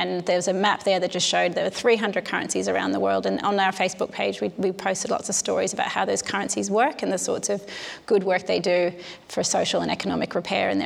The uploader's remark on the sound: The audio in this episode was recorded at a live event that was held as part of the Castlemaine fringe arts festival